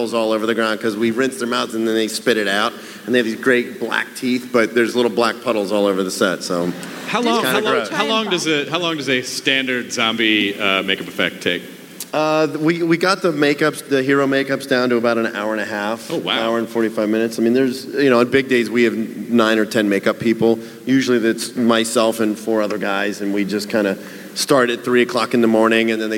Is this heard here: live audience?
yes